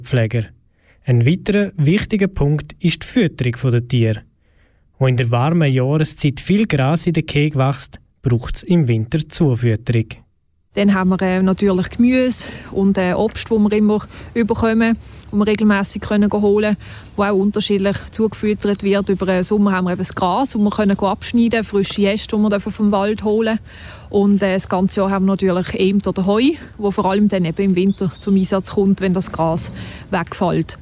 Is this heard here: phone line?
no